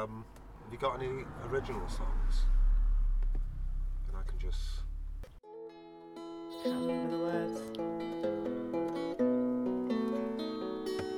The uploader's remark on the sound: Jamming In The Van